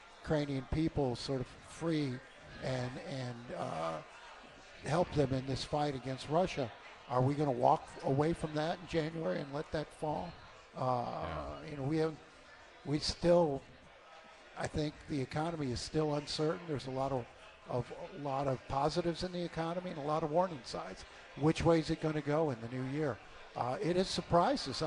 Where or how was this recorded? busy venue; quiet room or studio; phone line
busy venue